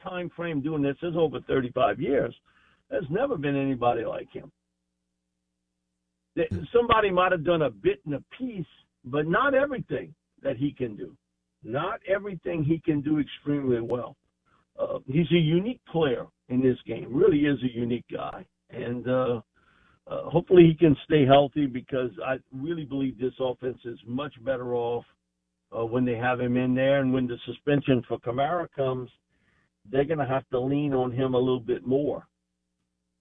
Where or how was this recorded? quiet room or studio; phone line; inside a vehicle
phone line